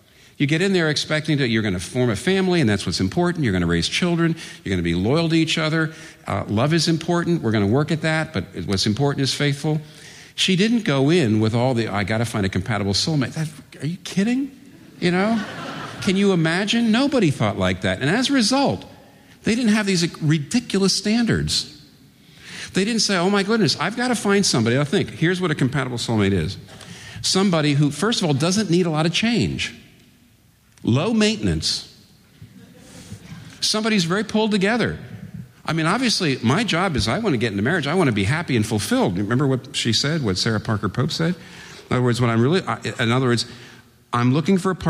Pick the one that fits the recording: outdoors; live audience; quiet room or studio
live audience